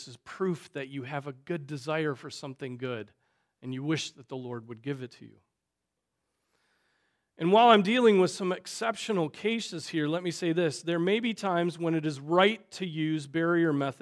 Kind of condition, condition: setting, large echoing room